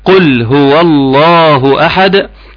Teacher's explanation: قلقلت الدال تاخد بالك منها كويس جدا جدا